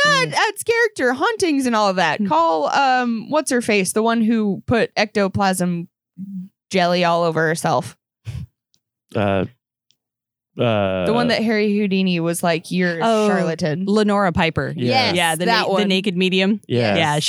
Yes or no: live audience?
no